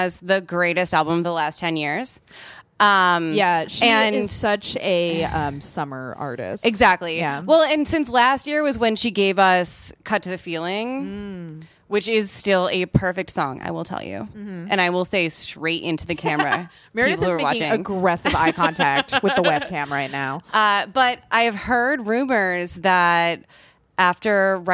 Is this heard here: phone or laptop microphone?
no